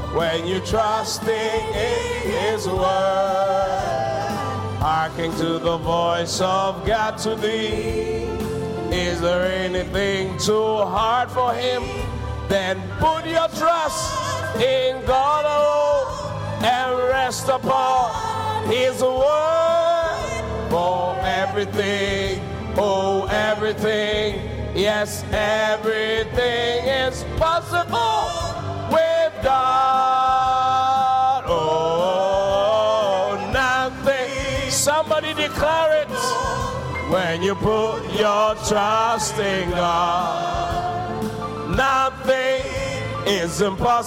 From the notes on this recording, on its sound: Preached at the Qodesh